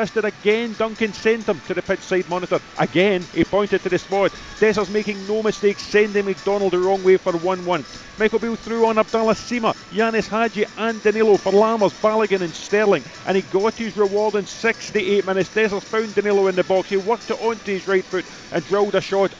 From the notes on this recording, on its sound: In the studio as Rangers take on Morton in the League Cup's early kick off. Live from Ibrox.